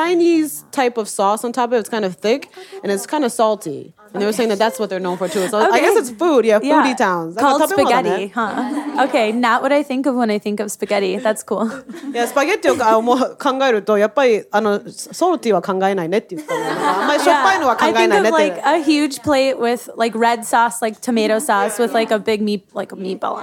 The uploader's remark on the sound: The Talkhouse Podcast crew flew out to the fantastic Pitchfork Music Festival in Chicago this past July to record artists in conversation backstage. The Talkhouse Podcast crew flew out to the fantastic Pitchfork Music Festival in Chicago this past July to record artists in conversation backstage.